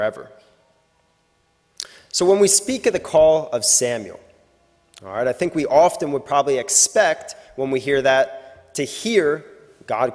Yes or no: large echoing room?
yes